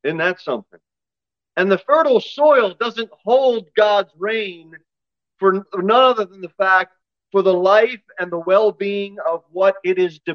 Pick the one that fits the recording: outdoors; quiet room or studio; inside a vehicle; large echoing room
large echoing room